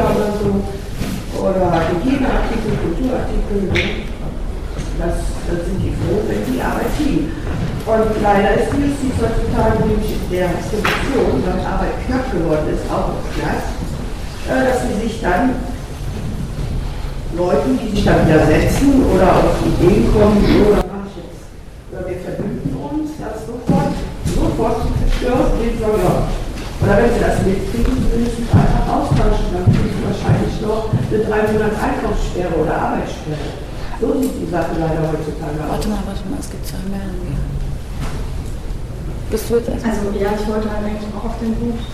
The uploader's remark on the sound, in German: Auf den A-tagen 09 (Hamburg). Bei diesem Beitrag handelt es sich um einen Mitschnitt des am 13.06.09 auf den A-Tagen stattgefundenen Workshops.